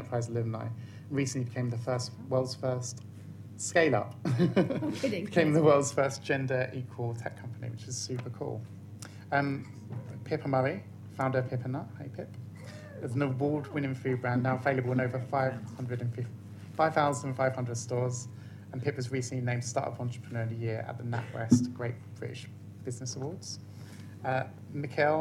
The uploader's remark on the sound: This talk was recorded on the Positive Futures stage at Vevolution Festival 2019.